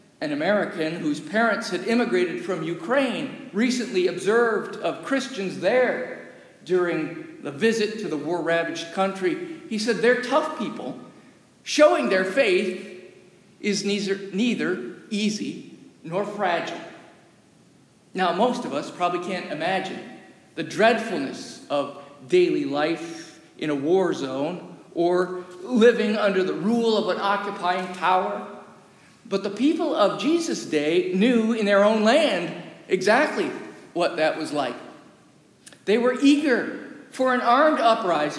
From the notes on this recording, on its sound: Recorded live during worship in the historic, 317-year-old sanctuary of (Old) Rehoboth, the "Birthplace of American Presbyterianism".